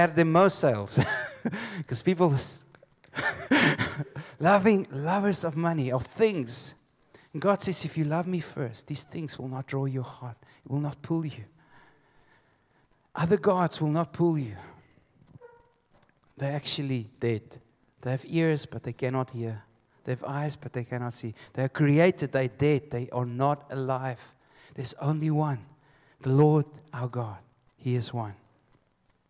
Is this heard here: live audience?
yes